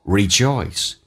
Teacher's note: oi 这个发音，来体会一下，先发 o 再发 e